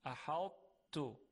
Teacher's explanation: یعنی ما صفت اطباق و استعلا و اون درشتی صدا رو برای تا میاریم، منتها یک ت تلفظ میکنیم · Term: ادغام ناقص